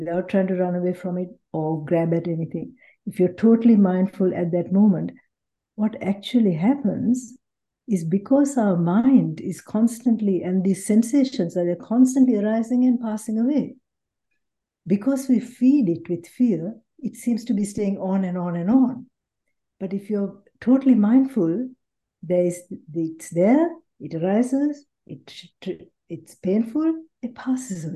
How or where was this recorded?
video call